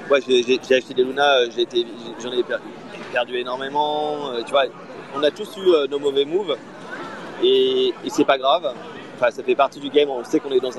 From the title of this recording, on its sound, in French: Live depuis la Non Fungible Conference